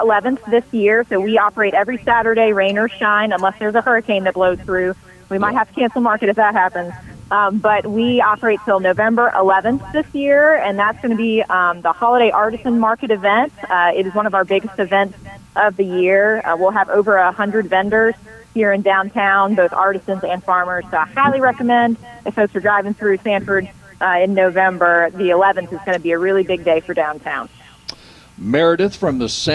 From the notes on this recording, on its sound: broadcasting live from Bell’s Carpet & Floors